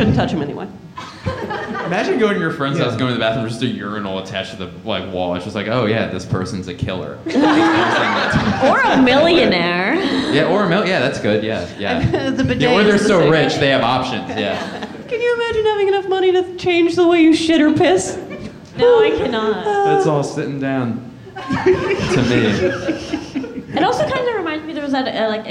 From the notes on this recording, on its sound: LIVE at UCB Sunset. The audience joins in at the end with some historical pranks and goofs of their own, because our live shows are interactive and fun like that.